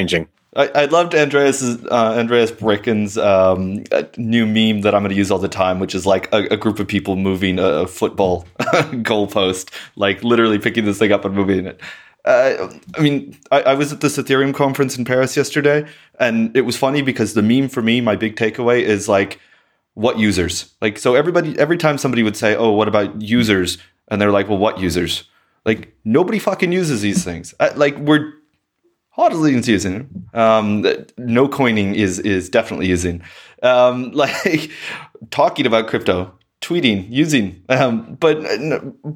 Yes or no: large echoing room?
no